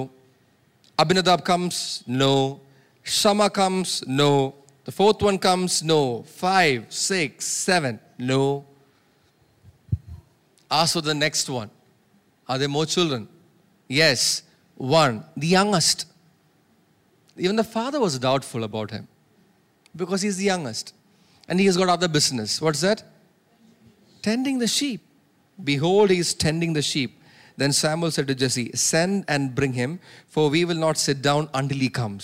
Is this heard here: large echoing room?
yes